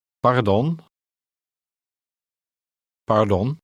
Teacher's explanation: Note the sound of the Dutch R in the middle of the word. It is pronounced with a slight trill.